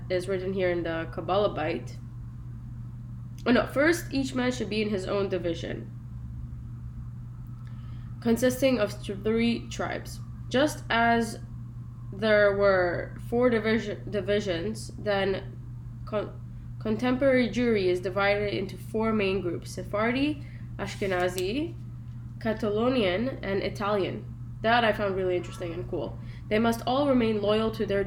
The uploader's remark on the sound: sorry for the poor quality :( recording